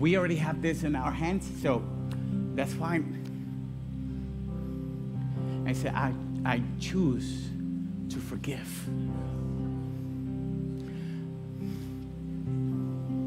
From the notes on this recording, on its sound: Recorded live on January 21, 2024 at Church On The Rock